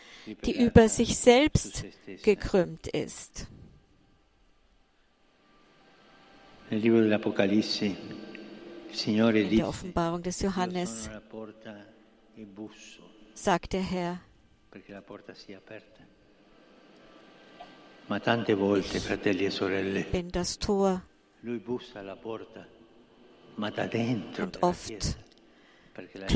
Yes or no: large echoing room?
yes